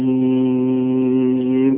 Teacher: طب انت مش لاحظت ان انا مديت الياء حركتين فقط والسين ستة